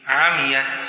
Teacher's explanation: دليل كلمة عميت من متن الطيبة: عميت أدم شد صحب، أي قرأ صحب وهم حمزة والكسائي وخلف العاشر وحفص بضم العين والتشديد في الميم مع الكسر، الباقون بفتح العين والتخفيف في الميم عميت